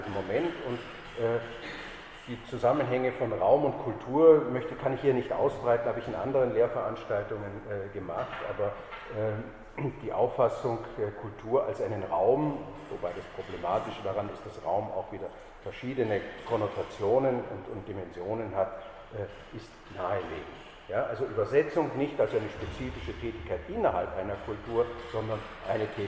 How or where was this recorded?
large echoing room